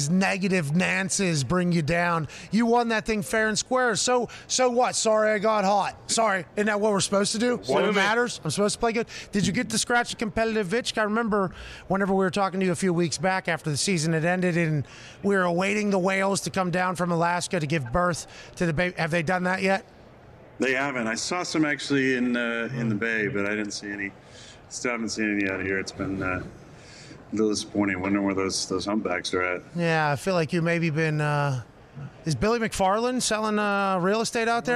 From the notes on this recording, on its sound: LIVE from radio row in BEAUTIFUL Phoenix, Arizona